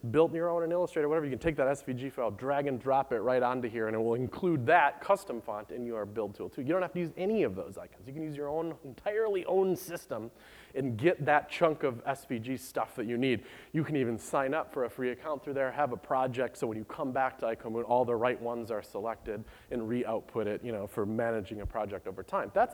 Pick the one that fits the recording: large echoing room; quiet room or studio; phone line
large echoing room